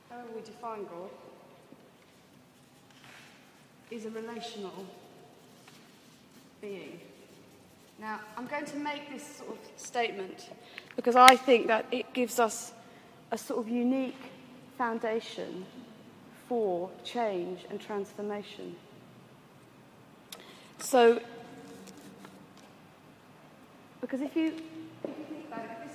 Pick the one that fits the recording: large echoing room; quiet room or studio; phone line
large echoing room